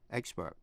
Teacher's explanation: Vậy expert là danh từ hay tính từ phát âm như nhau. Đều nhấn vần đầu